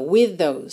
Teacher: with termina com TH, those começa com TH, eu junto num TH só